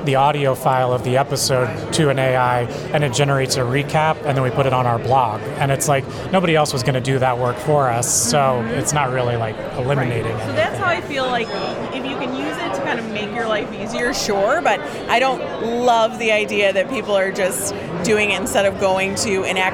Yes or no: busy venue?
yes